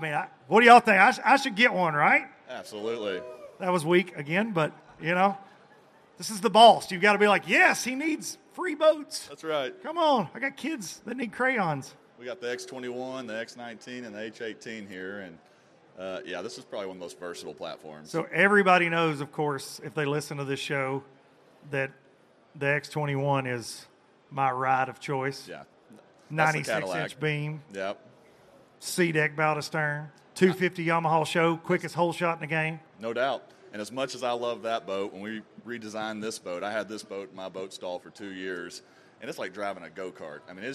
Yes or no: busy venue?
yes